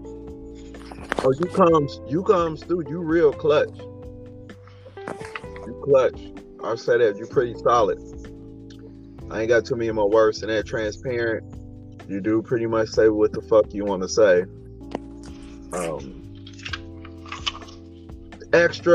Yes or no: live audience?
no